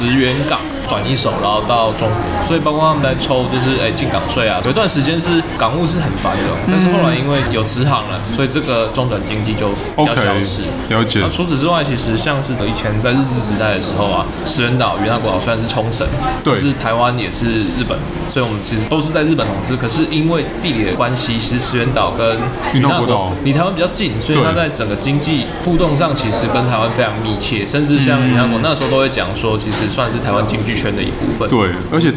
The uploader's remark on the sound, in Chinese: 本集白噪音指數：暴風級 5/5。錄音地點： Supranormal Bakery Cafe 赤峰店。